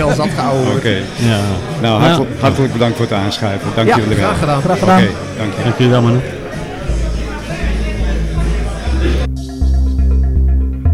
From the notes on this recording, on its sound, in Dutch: Vandaag is de Technische Praatjes Podcast aanwezig bij de Meet & Greet. De geluidskwaliteit is niet wat u gewend bent van ons, maar wij moesten de opnames doen in een zaal met meer dan 50 praatgrage radiozendamateurs!